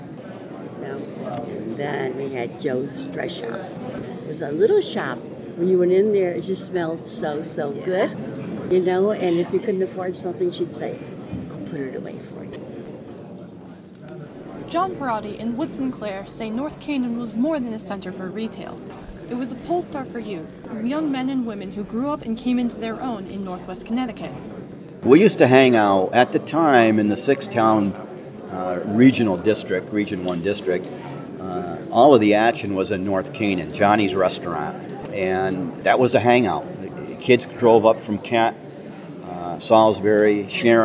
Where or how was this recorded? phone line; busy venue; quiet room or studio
busy venue